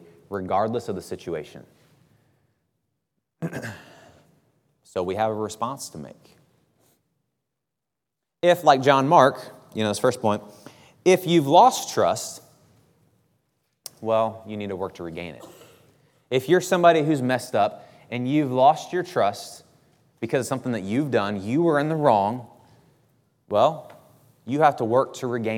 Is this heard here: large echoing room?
yes